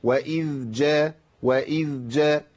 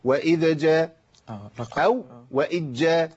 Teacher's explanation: لابد من بيان الذال وفصل الذال عن الجيم · Shown in: first take